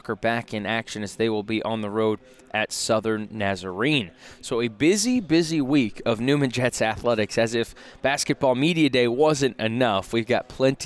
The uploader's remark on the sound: LIVE from MIAA Basketball Media Day in Kansas City!